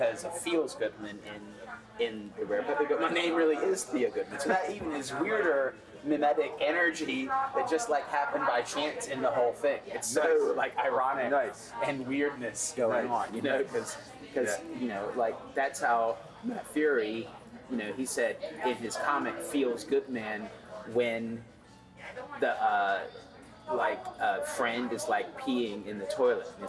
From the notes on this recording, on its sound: NFT.NYC was a spectacular occasion. The noise in the background of this conversation is representative of the, at times chaotic, fervor and energy that powered this amazing conference, at the beginning of November.